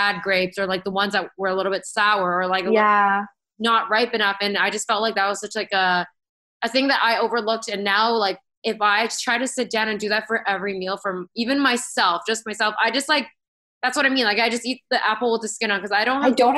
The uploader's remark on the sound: Coming to you via our new bff, Zoom.